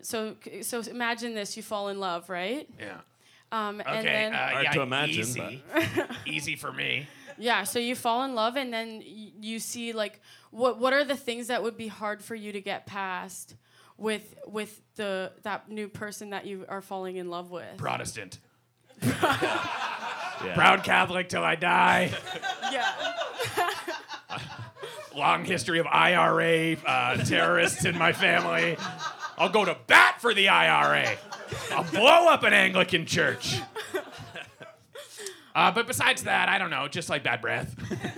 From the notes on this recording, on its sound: Live at Toronto Sketchfest 2020. Live recording for Toronto Sketchfest.